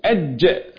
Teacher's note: الجيم وسط اللسان مع ما يقابله من وسط الحنك الأعلى · Term: مخرج الجيم